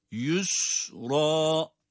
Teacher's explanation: Sin yine ince. Ra yine kalın.